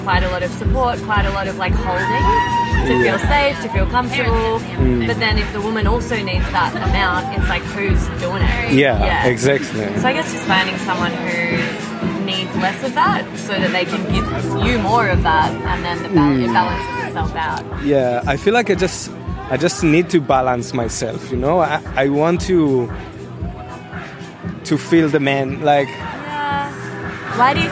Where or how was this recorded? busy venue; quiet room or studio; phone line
busy venue